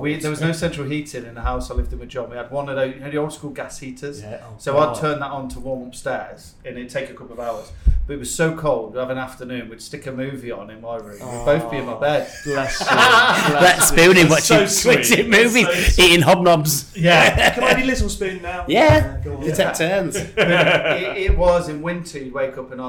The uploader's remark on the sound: are at The Home of Food Festival 2023, Lord's Cricket Ground